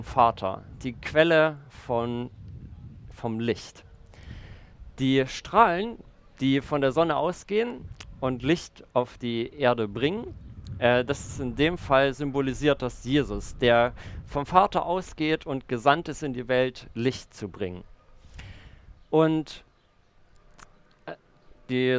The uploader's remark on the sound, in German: Predigt im Rahmen des GreifBar+ Gottesdienstes